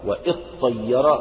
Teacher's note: يعني الهمزة هنا لم تأتي مع القاعدة الأصلية، وإنما أتت ليتوصل بها إلى النطق، وأصل هذه الأفعال هي الطايرة، أصلها تطايرة، واطير أصلها تطير، ماشي، تطير، فهو الفعل كان أصله تطير وبعدين أدغمنا التاء في الطاء فأصبح الطاء المشددة، فاضطررنا إلى أن نأتي بهمزة وصل حتى ننطق بهذه الطاء المشددة.